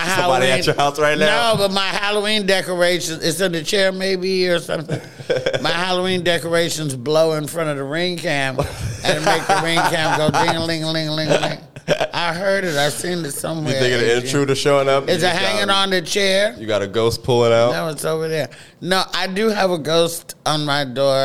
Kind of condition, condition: setting, busy venue